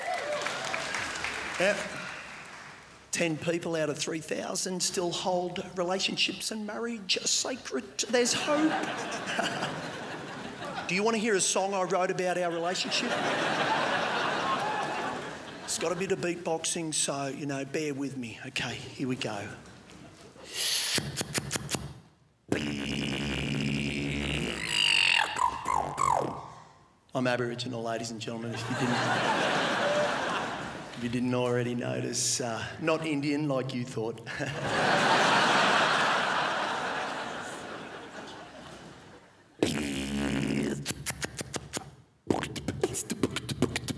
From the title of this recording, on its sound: 2016 Melbourne International Comedy Festival Gala